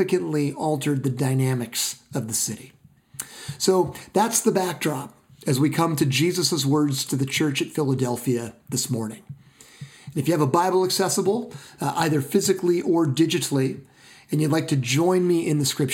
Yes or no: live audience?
no